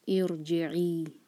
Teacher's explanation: تو کسرہ کے بعد جو را ساکن آتا ہے ویسے تو باریک پڑھا جاتا ہے، لیکن حمزۃ الوصل کے بعد جب را ساکن آتا ہے تو وہ ہیوی پڑھا جاتا ہے. جیسے ہم پڑھتے ہیں سورہ الفجر میں ارجعی، تو وہاں پر ہم را کو ہیوی پڑھیں گے.